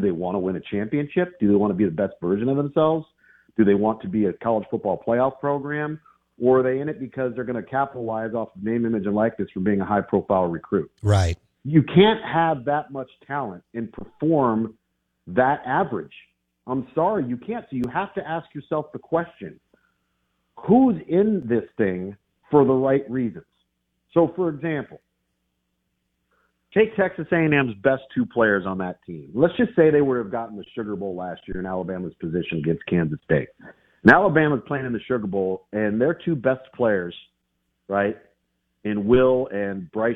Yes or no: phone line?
yes